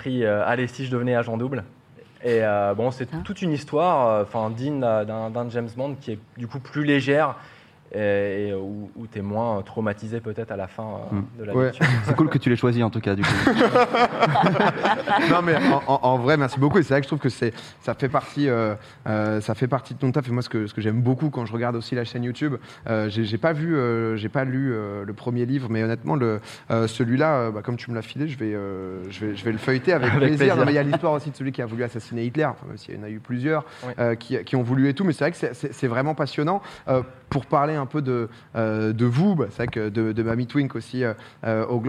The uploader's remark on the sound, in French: cette première en public